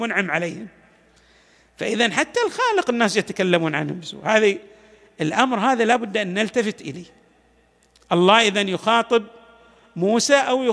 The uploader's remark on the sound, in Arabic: تسجيلات جامع الإمام علي عليه السلام